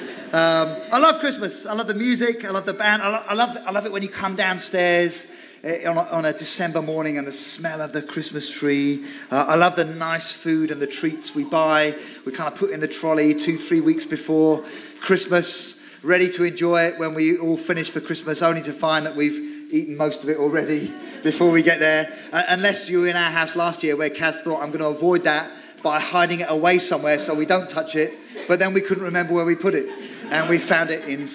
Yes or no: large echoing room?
yes